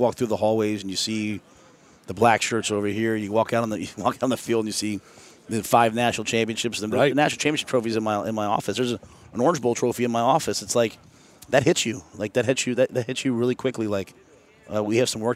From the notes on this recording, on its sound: Live on …'s Korner from Lucas Oil Stadium. The Capital One Orange Bowl Media Tour presented by Duffy’s Sports Grill heads to Big 10 Media Days in Indianapolis.